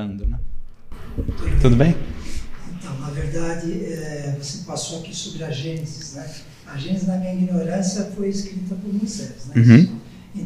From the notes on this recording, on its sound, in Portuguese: Seminário gravado no Auditório Francisco Cândido Xavier. Em São Paulo.